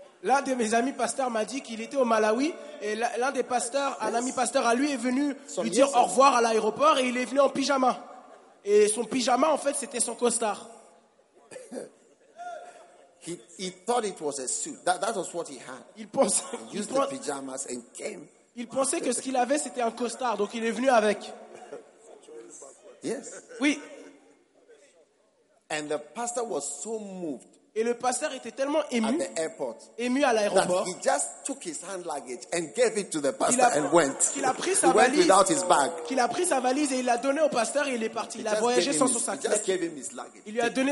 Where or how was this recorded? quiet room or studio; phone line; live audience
live audience